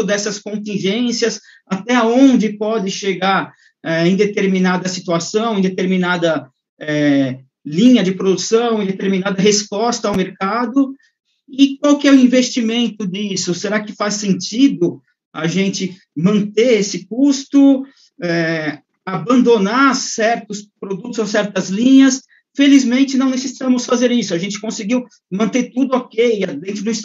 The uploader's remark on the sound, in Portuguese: Áudio Webinar Perinity